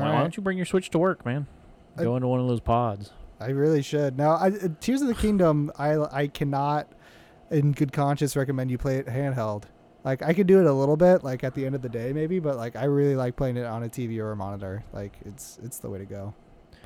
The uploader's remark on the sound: The One Where We Get In The TRUCK.